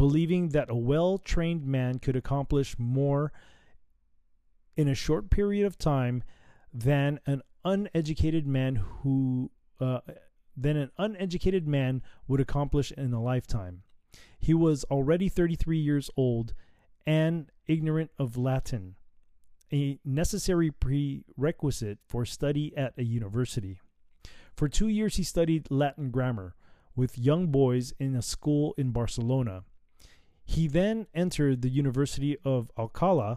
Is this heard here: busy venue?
no